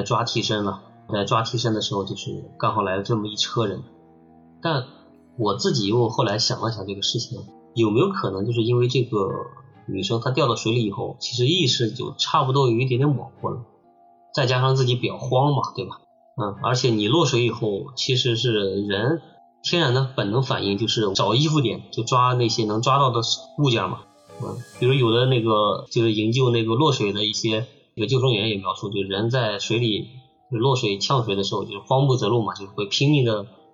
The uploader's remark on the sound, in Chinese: 本期节目音质上有点“特殊”